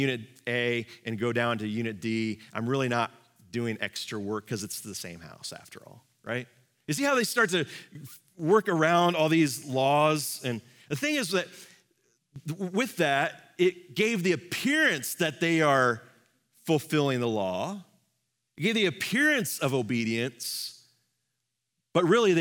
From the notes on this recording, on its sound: Live from our Celebration Ministry Center